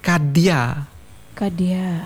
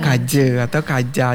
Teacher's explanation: Ya, sekarang berubah menjadi kaje atau kaja. Jadi ada proses perubahan bunyi dah itu yang dental alveolar hambat kemudian menjadi bunyi jah yang di atasnya yang di palatal itu. Jadi kadia menjadi kaje.